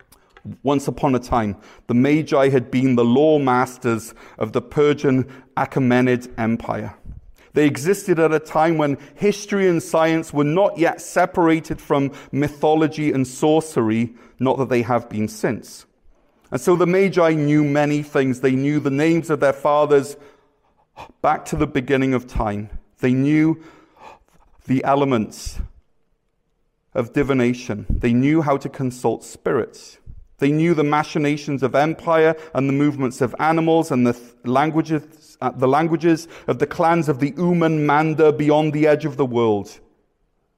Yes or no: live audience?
yes